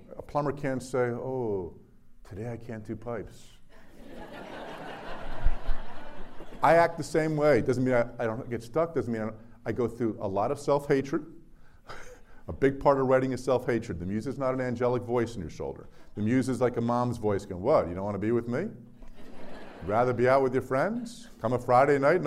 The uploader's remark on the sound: A live interview in front of a sold out crowd of 400 readers at their home away from home, Cuyahoga County Public Library.